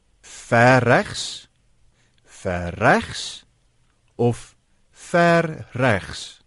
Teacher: 'n Komplekse vorm soos ver regs bestaan eintlik uit twee woorde en elke woord het gewoon sy eie klemtoon. En dan sal ons sê watter een van die twee woorde dra die hoofidee uit en dit is hier regs.